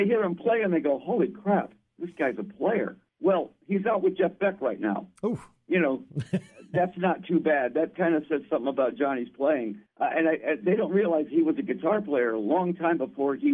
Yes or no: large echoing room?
no